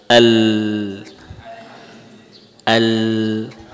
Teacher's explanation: Kita merasakan saat lam kita baca, nah, di kanan kiri ada sesuatu yang mengalir. · Term: inhiraf